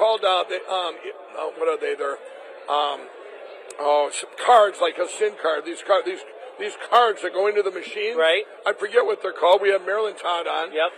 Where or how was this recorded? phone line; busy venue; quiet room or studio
busy venue